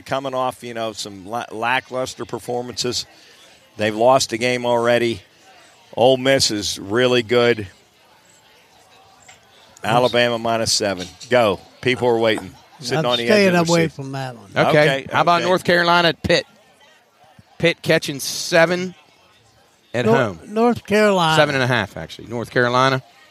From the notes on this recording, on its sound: LIVE from The Crooked Dock in Wellsburg, West Virginia. To help celebrate in The Wellsburg Bridge grand opening.